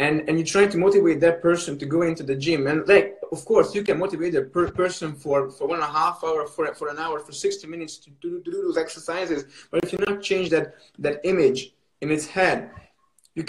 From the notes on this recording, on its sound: a recorded Instagram live